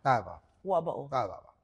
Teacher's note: We don't pronounce the T or the R.